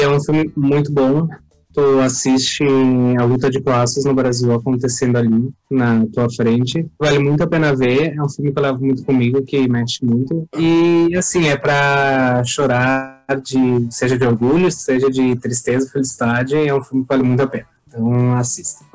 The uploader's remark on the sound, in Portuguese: O Podcast foi gravado de maneira remota, através de plataformas de vídeo gratuitas. Pedimos desculpas pelas dificuldades de conexão e som devido a gravação à distância nesse período de pandemia. Podcast gravado através do Zoom.